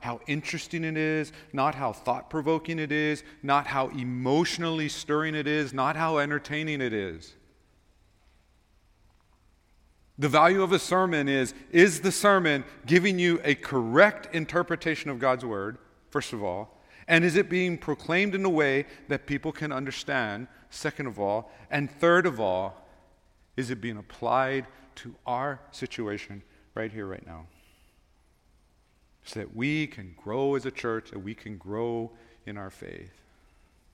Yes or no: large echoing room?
yes